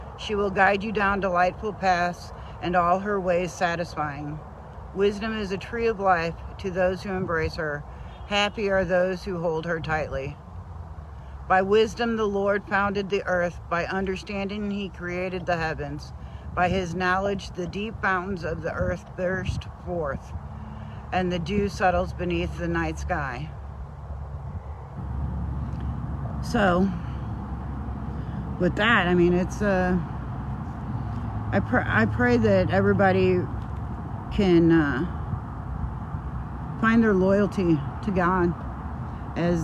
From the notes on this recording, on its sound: Brown Bag In The Van.